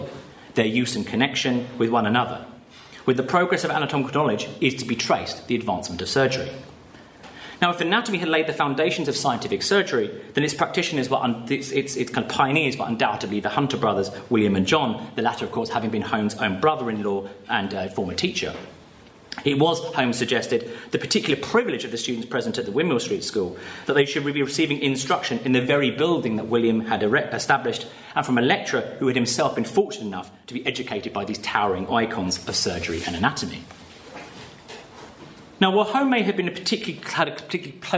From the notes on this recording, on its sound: Paper given at the symposium